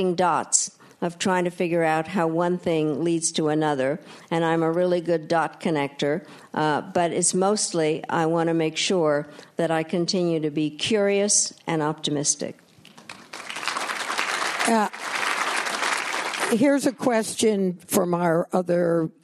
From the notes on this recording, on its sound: Inside the Q&A session of RJ Julia's recent live event. At the Yale School of Management.